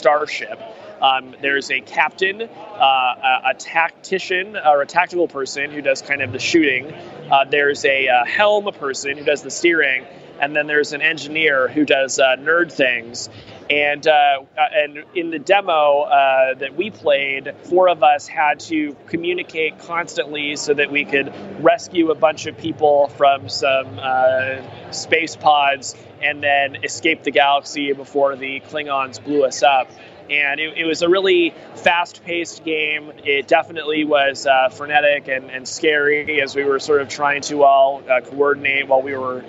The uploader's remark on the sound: Live from WWDC and E3. Another week on the road for Vergecast; we recorded from WWDC. All together in the same room again.